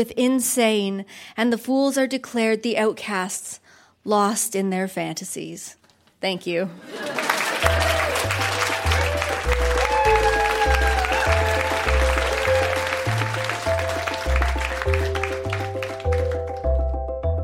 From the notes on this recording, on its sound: Recorded live at TWH Social in Kitchener.